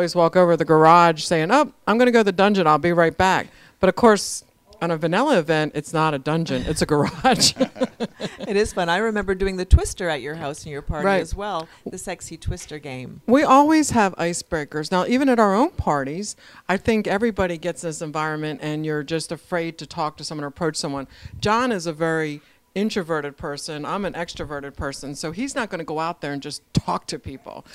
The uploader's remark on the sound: on location at The Lux Social Club in Chicago